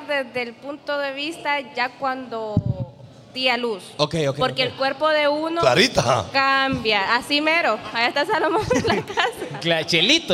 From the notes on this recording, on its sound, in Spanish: Desde CerveceriaLa20.